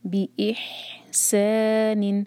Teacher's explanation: یہاں پر حلق سے آواز آنی چاہیے، اس کو ہا نہیں بنا سکتے. دیکھیے ہا کو اگر ہم ہی چینج کرتے ہیں تو ورڈ کا میننگ بدل جائے گا، ایسا ہمیں الاؤڈ نہیں ہے.